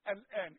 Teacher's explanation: إذن اللام هنا مرققة والهمزة مرققة.